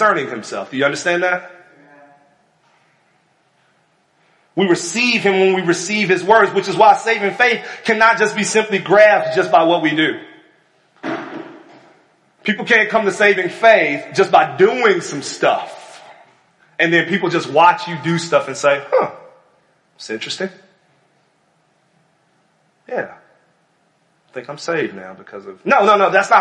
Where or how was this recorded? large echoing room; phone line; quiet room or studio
large echoing room